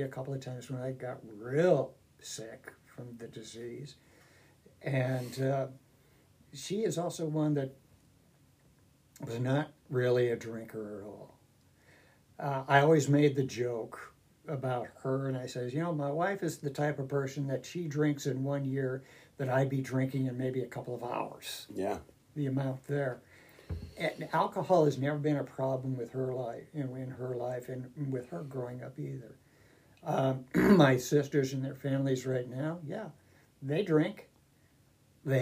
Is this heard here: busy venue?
no